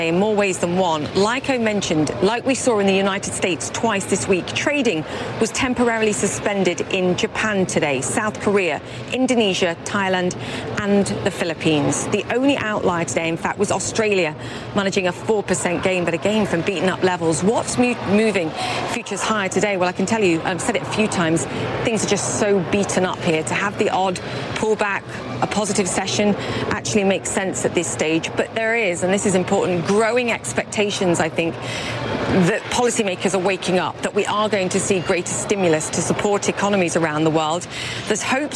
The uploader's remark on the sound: live from the New York Stock Exchange